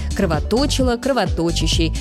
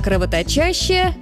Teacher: Можно постараться запомнить, что в любой форме слова «кровоточить» корень «точь» остается безударным. Ударение падает на суффикс. · Shown in: second take